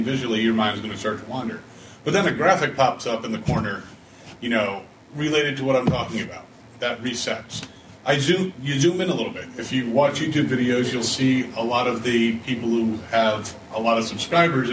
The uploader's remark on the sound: A Farpoint 2019 Con Panel